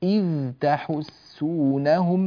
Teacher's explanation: إذ صوتها حرف رخو يمتد